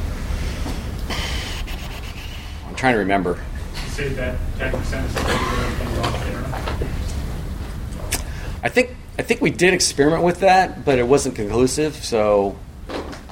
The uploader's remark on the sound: A recording from a MeetBSD California 2014 talk